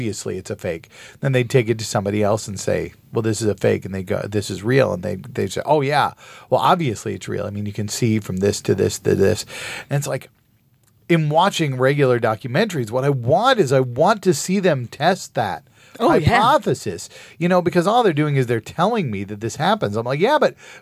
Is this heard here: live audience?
no